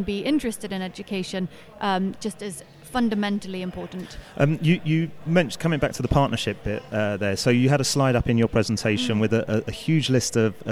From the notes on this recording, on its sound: Recorded at PRWeek's PR360 conference